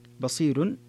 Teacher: بصير ترقيق الراء لورش